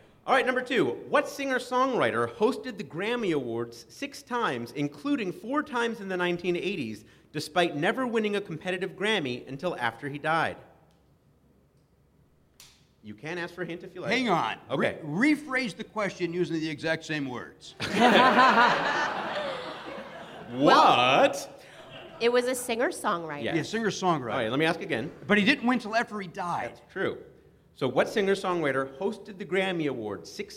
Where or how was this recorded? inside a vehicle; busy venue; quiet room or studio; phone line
busy venue